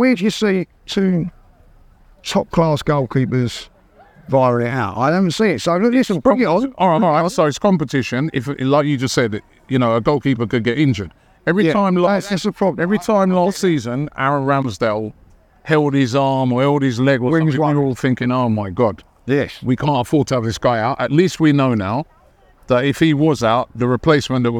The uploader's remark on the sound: Special Live From Arsene Wenger Statue Unveiling!